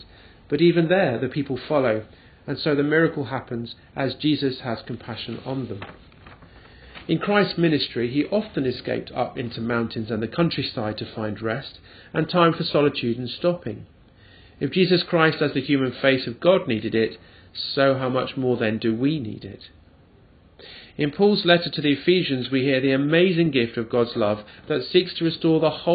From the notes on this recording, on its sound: at the parish church of St Brides Fleet Street, and recorded on Sunday 22nd July 2012